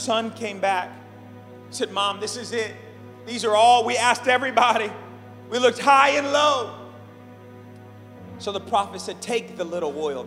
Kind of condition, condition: setting, large echoing room